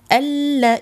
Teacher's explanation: إدغام كامل ليس هناك غنة